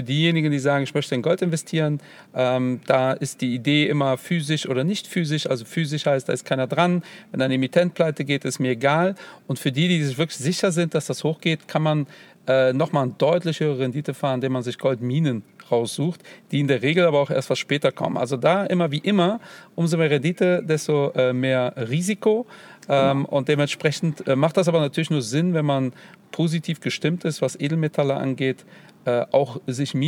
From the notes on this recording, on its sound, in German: live aufgenommen aus dem Babomobil an einer Kölner Tankstelle